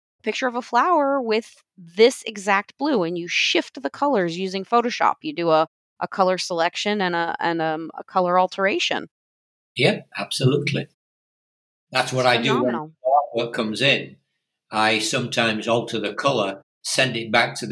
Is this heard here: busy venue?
no